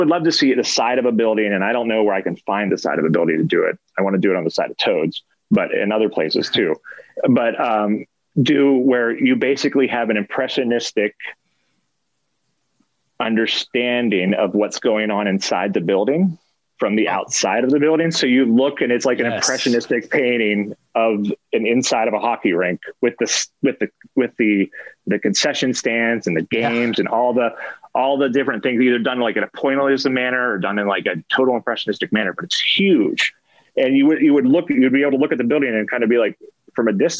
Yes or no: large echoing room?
no